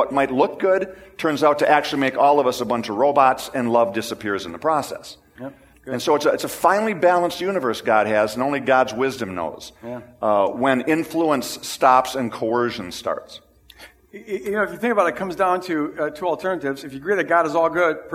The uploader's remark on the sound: This is the recording of the 9:00 Sunday service.